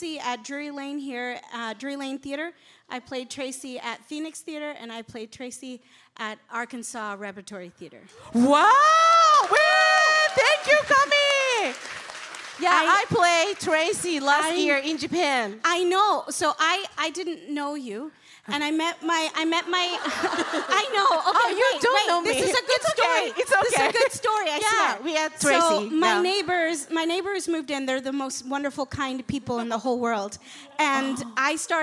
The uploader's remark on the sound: The Podcast LIVE! Snippets from Chicago!